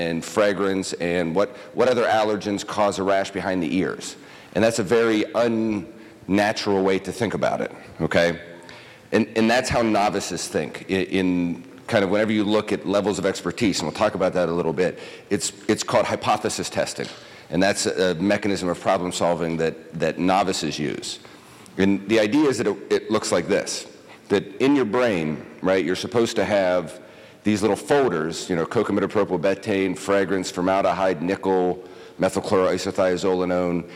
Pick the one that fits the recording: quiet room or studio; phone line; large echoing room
large echoing room